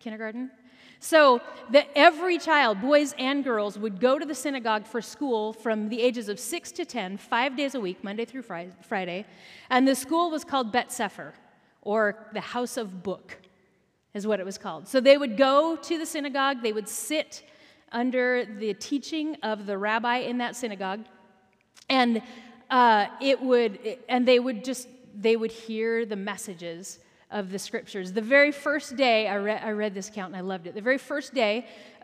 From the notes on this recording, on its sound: Recorded at our Sunday Gathering on October 15, 2023 in Port Orchard WA.